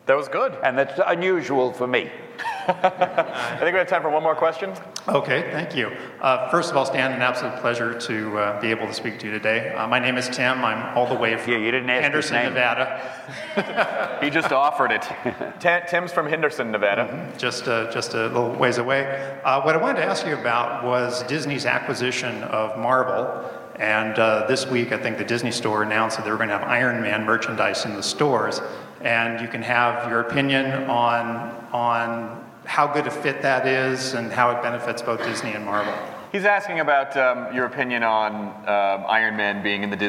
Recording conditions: live audience